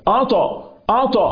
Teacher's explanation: ارتفع أقصى الحنك عشان يسد التجويف ما يطلعش الهواء والنفس لفوق للتجويف الأنفي، لا يبقى في التجويف الفموي عادي يخرج لبرة أهو قطع